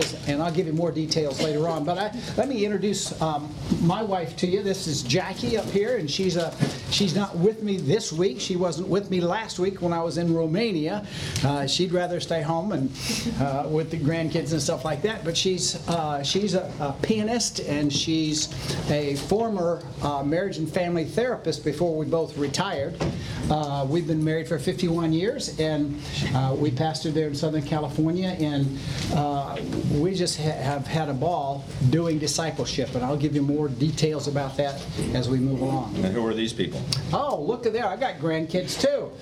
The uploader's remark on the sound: Today’s audio comes from the National Disciple Making Forum by Discipleship.org. Global Discipleship Initiative hosted a track called “Turning Your Church into a Disciple Making Mission.”